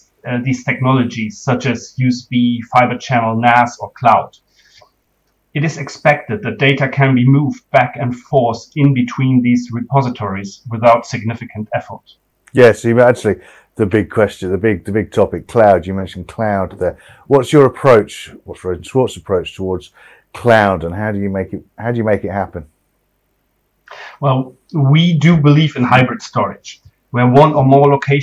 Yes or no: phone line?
no